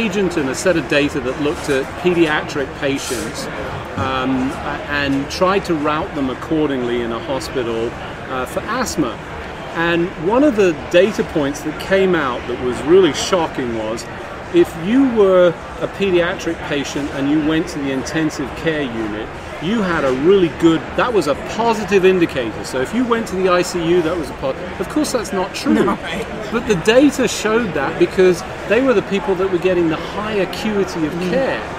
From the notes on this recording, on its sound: The conversation was recorded live in the exhibition hall at HLTH.